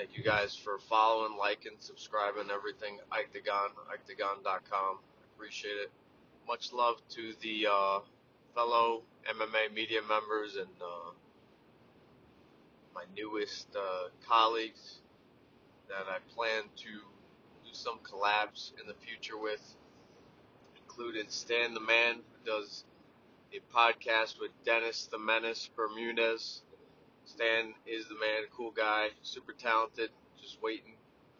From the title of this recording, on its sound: from the car